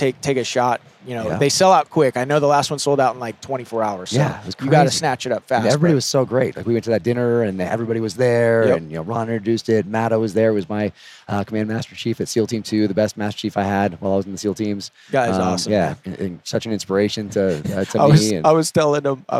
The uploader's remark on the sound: This interview was recorded in January 2020 at the Las Vegas SHOT Show